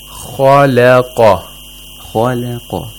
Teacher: Only the lam has tarqeeq. خَ and قَ، they have tafkhim. And I think the thing that helps us to pronounce this is the lips, the shape of the lips. · Term: tafkhim and tarqeeq